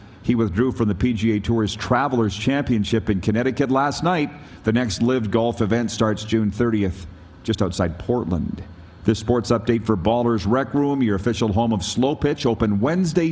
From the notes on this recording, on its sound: Coming to you live from Calgary, Alberta at the Grey Eagle Resort and Casino